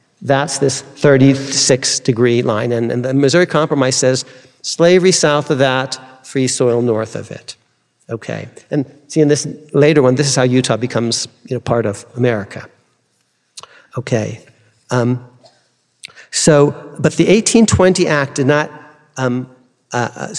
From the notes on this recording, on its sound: Delivered this forum address on September 26, 2023.